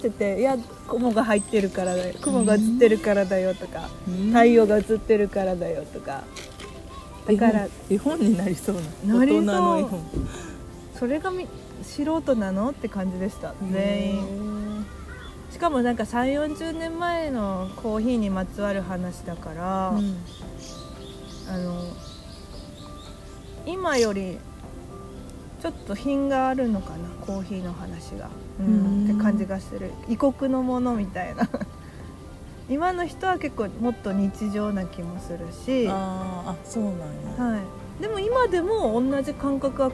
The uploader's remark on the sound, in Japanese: ピクニック収録、鳥も参加。課外活動でサンドイッチ食べながらピクニックして収録しました。